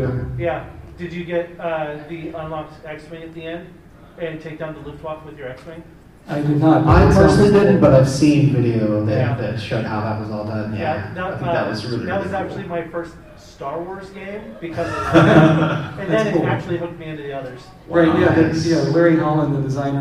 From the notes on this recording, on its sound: Rose City Comic Con 2023 Live Panel. Live panel hosted at Rose City Comic Con 2023. Given this is a live event, the audio quality is a bit rough.